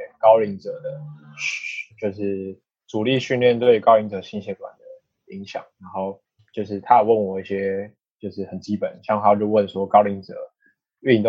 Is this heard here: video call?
yes